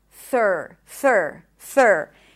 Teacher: So we transition from the TH to the R, thir, just like in her or in were